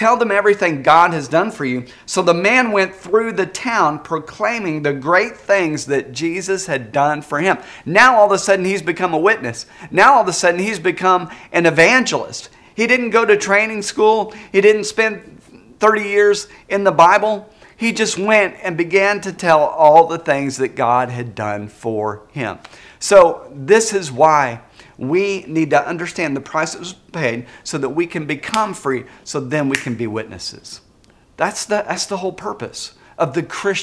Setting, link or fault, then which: setting, large echoing room